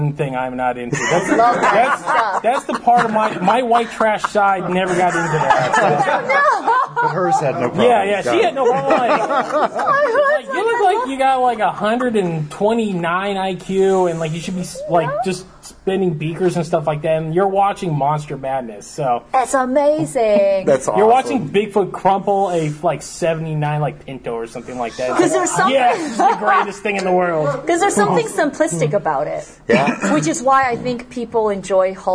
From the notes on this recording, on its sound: Live from G-Fest! Live from G-Fest 2016. Sit down for a late night impromptu podcast.